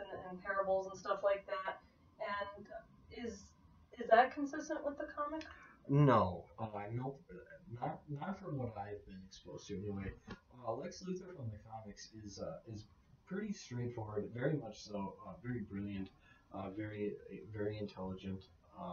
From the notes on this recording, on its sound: This early episode suffers from lower sound quality, as we were just learning about podcasting.